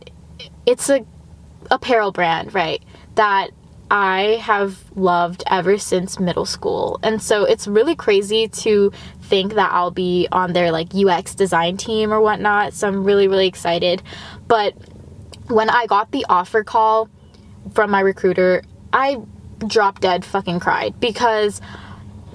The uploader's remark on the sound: I understand the sound quality might not be as ~crisp~ as ur favorite podcasters but we are working on a budget okayy. Oh yeah, and im also IN MY CAR.